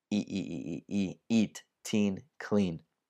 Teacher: Quindi proprio I, una vocale tesa è alto avanti.